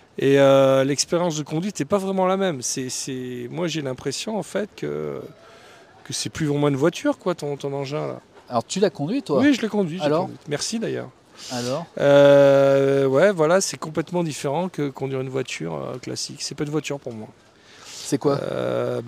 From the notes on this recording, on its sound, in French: Cet épisode a été enregistré au Jardin du Luxembourg à Paris. Micros Rode Wireless Go II et application Rode Connect (Mac OS).